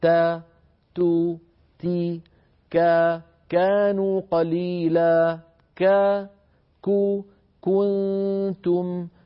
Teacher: فهذه كاف وتاء متحركات فيها شيء من الهمس لكنه ضعيف